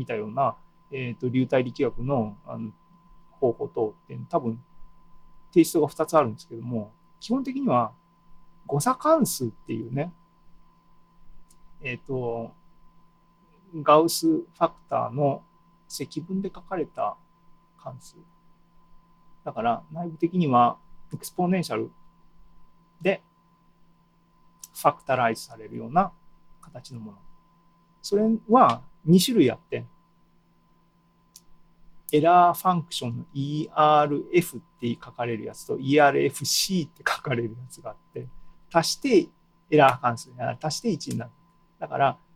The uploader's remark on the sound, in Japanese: ２０２２年７月２７日に開催した ZOOMライブの模様です